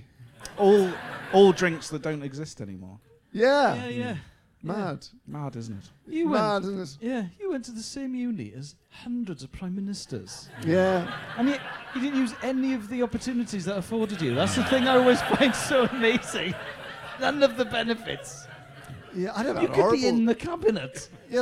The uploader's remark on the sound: in front of an ACTUAL live audience